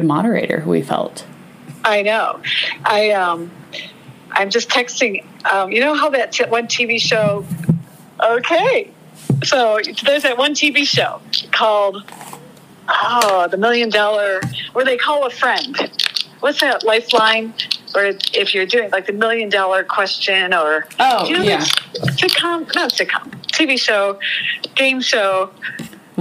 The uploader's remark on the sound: Chat on the phone before and after the latest Vice President Debate.